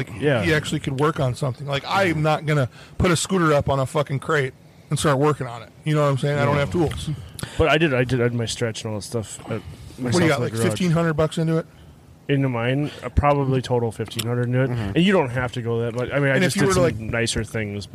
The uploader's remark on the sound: We gather outside around the bonfire